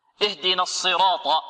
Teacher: الصاد ماذا؟ مفخمة، والراء والألف والطاء مفخمة.